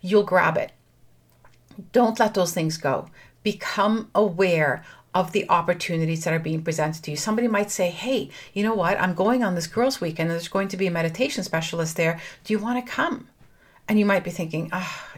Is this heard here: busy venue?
no